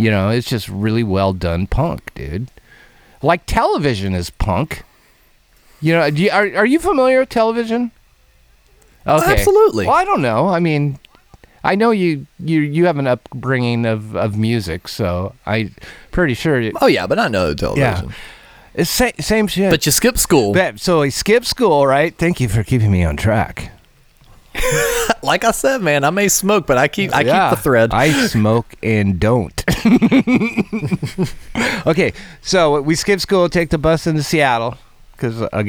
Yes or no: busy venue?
no